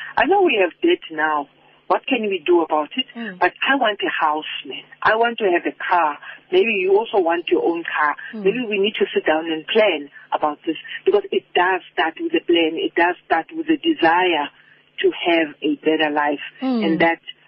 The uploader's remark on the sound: Guest (phone)